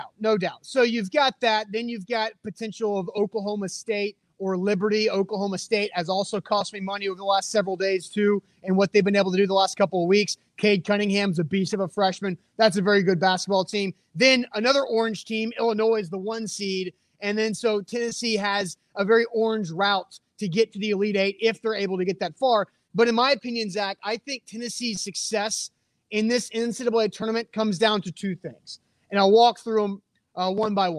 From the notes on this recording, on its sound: LIVE from Mill Creek Brewing Co